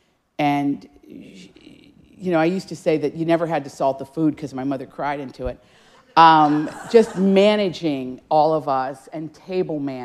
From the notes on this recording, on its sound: In this live audience episode.